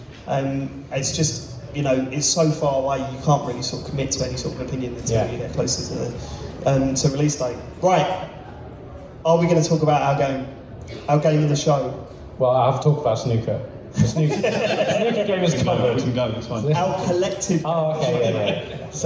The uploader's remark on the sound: Live at EGX Rezzed 2019